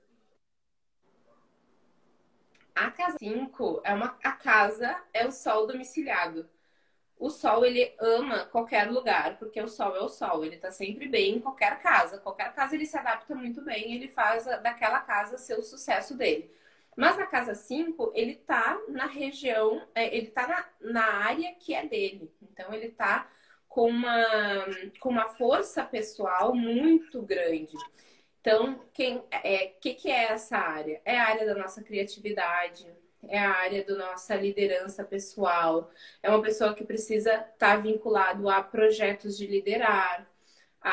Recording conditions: video call